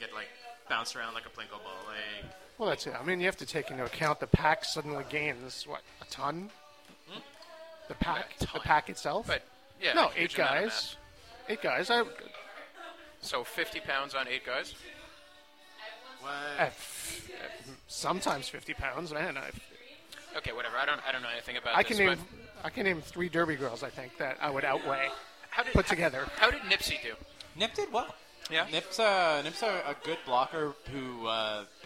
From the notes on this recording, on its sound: By which I of course mean the back of Grumpy’s. The charming backround noise of our favorite bar in town. Those people next to us seemed really nice, although, when we started recording, they just seemd to get louder.